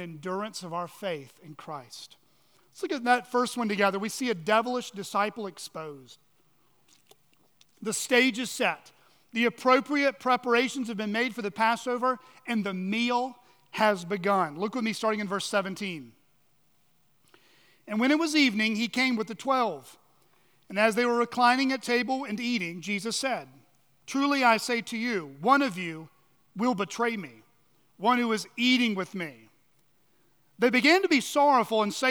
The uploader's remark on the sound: On the morning of March 19, 2023, at Chaffee Crossing Baptist Church in Barling, AR.